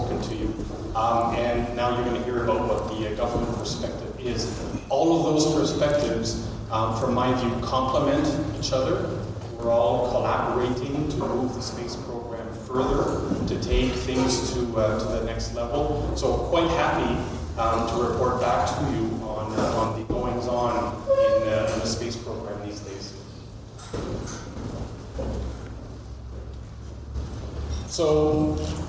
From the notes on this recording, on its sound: A speech we recorded from the recent Canadian Space Summit held in Ottawa. At the Canadian Space Summit.